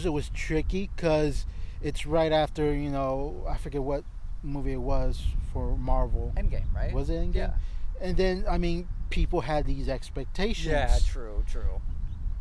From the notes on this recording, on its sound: Met up to record a new episode at El Dorado Park.